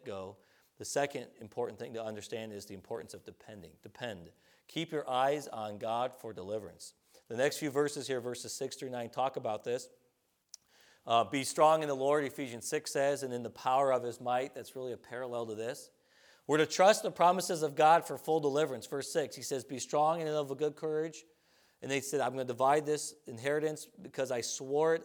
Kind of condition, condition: setting, large echoing room